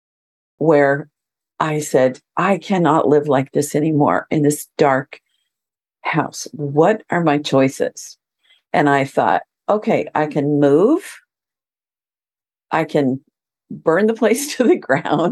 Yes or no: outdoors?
no